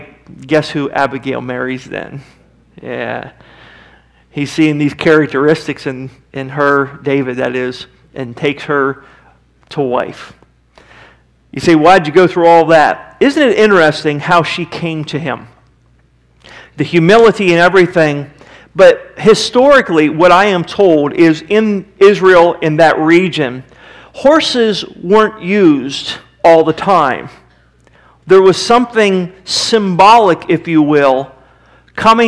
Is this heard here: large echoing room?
yes